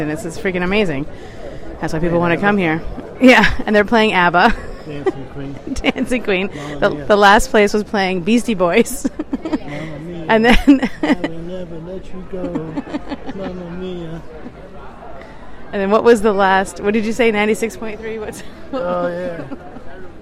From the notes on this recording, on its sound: Our first Saturday Night on the streets of Venice, Italy, capturing the sounds